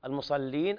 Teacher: المصلين اللام مكسورة ليس فيها تغليظ